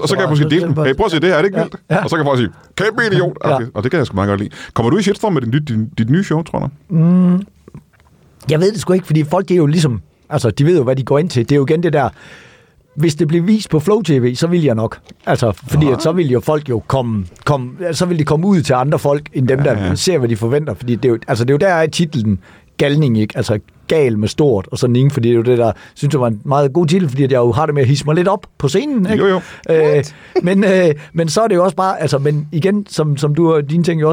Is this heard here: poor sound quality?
no